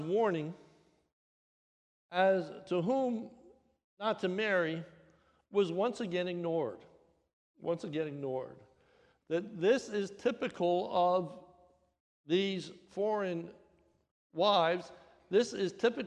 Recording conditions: large echoing room